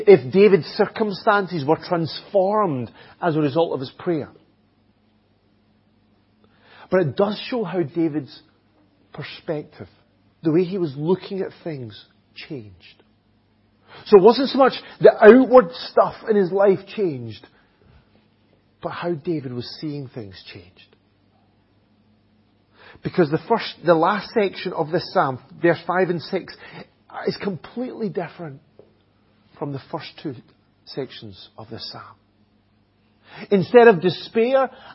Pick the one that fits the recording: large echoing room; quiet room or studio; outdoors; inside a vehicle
large echoing room